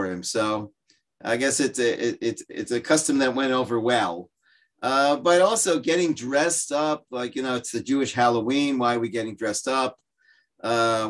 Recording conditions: video call